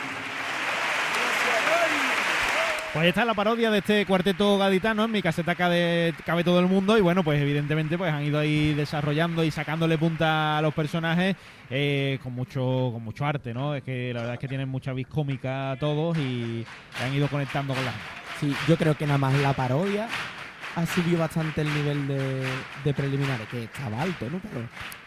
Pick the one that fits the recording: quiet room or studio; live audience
live audience